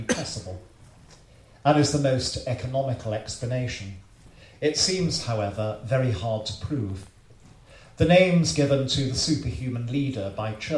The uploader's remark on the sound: The Folklore Podcast releases from its archives a public lecture given in 2017.